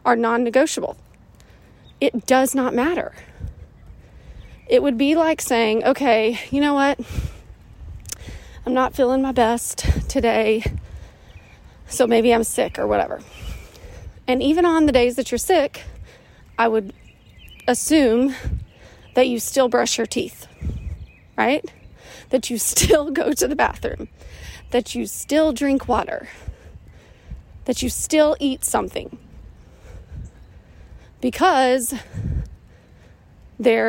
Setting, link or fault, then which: fault, sounds in the background